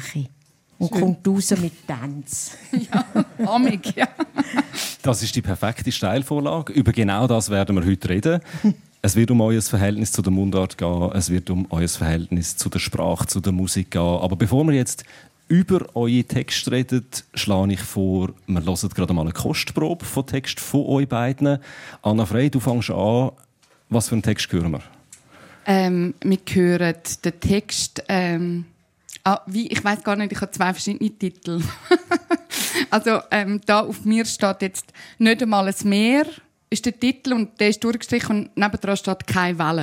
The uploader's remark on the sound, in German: Anlässlich der Solothurner Literaturtage. Live vor Publikum zum Gespräch.